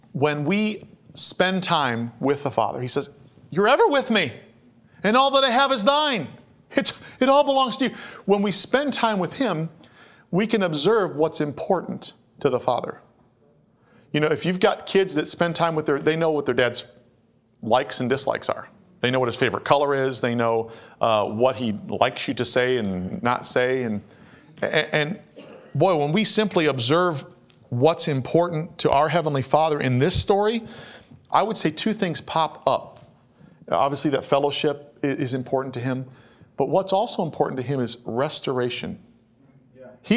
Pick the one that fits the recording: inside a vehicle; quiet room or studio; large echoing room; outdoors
large echoing room